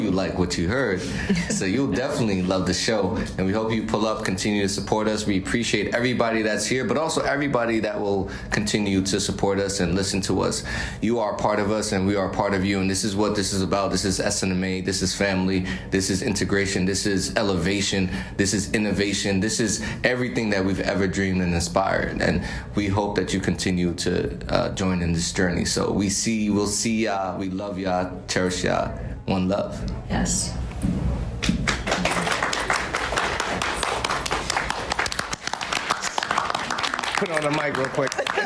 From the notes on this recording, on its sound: Tune into the recording of our live sessions at SNMA's annual medical education conference. Shout out to our lovely audience members for participating and creating this episode with us!